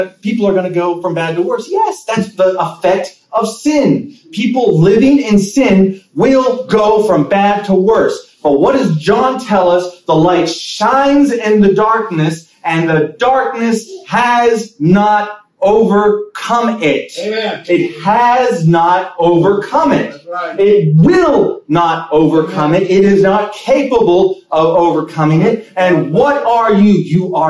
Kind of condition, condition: setting, large echoing room